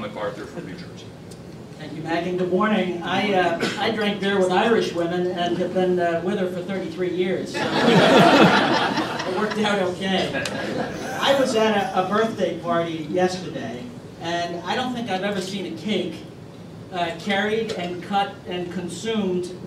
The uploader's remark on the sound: WASHINGTON, DC. Appeared before a breakfast discussion of The Ripon Society.